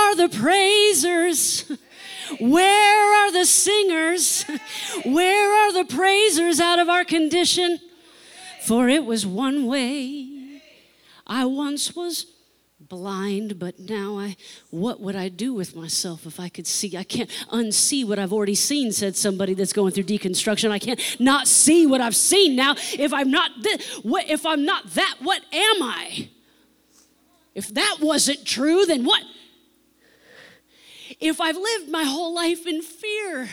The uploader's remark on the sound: Spirit Service. Sometimes we flow with the Spirit during services but still like to keep the recording in case words were spoken that are meaningful to those in attendance.